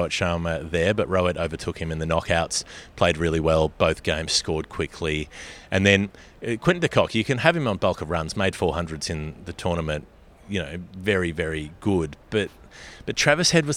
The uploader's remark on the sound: We did record this the day after the final, both of us at airports in different countries on the way home to Australia. Somehow the audio disappeared but we've managed to salvage it since.